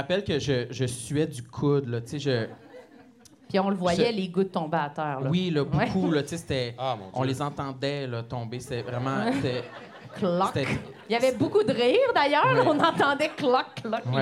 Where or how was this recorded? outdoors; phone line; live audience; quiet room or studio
live audience